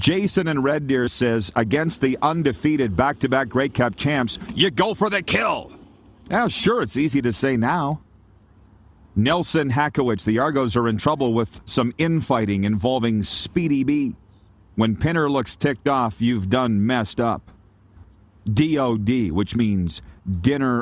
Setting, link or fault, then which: setting, busy venue